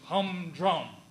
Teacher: A combination of two stressed syllables, both of which are hit hard, such as humdrum, is referred to as a spondee.